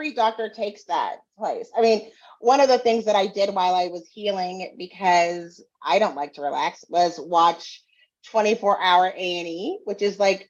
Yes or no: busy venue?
no